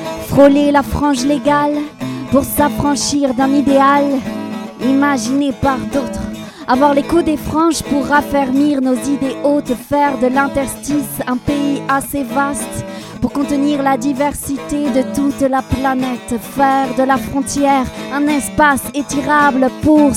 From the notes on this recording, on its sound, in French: Aquaplaning en direct live au Ciel !